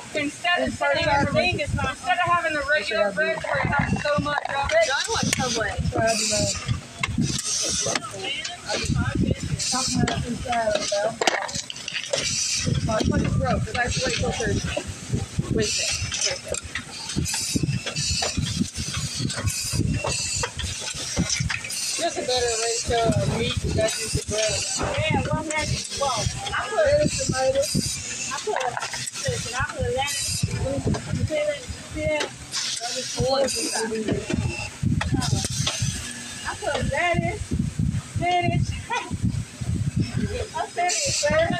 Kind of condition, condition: fault, sounds in the background